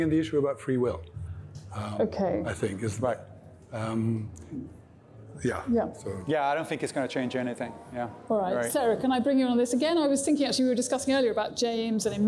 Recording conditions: live audience